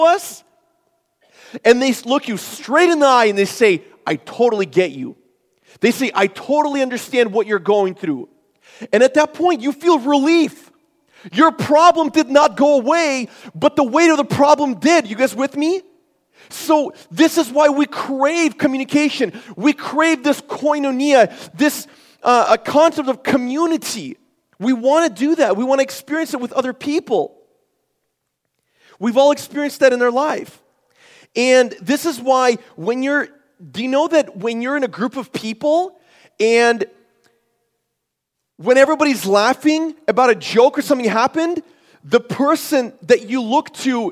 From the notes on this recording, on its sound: This is a sermon I preached at Forward Church for our Christmas series.